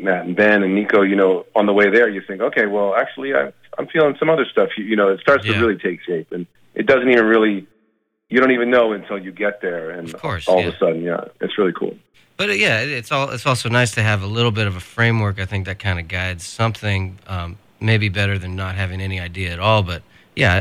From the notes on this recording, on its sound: chats on the phone